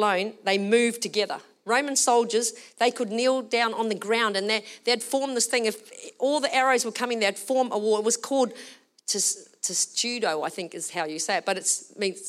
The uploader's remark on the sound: Recorded during our Melbourne service on Sunday, the 27th of August 2023.